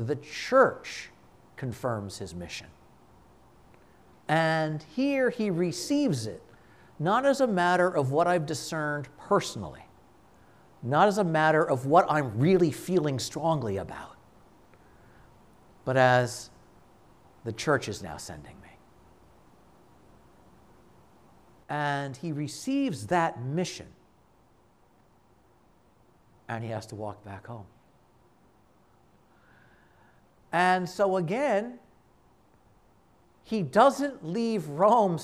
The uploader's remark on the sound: This conference was given at a Shrine.